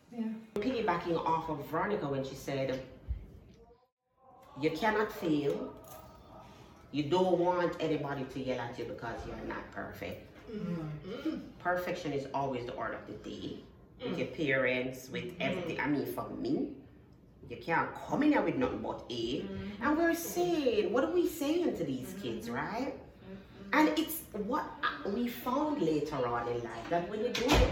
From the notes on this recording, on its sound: This episode is LIVE inside the Let it Go Queens event.